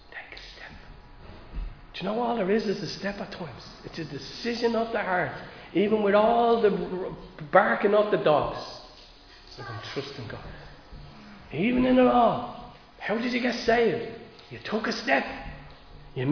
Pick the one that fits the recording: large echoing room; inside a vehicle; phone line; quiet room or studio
large echoing room